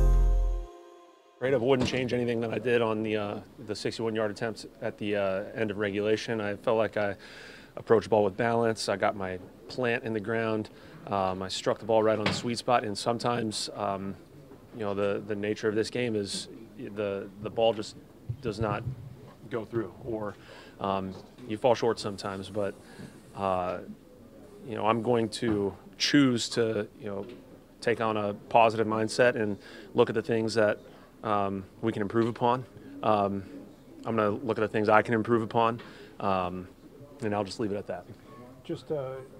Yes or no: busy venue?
yes